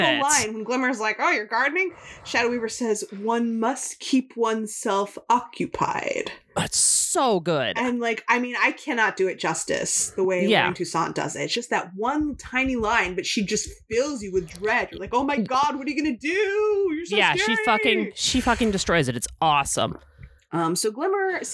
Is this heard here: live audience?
no